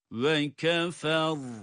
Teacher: Sondaki ra'yı da yine kalın okuyoruz.